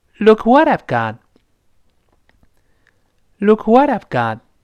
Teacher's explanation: 读快了之后，后面那个 t 就失去爆破了。